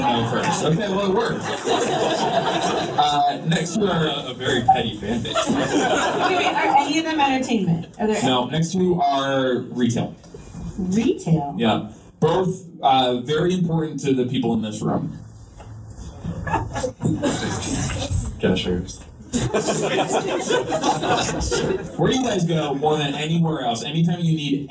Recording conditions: poor sound quality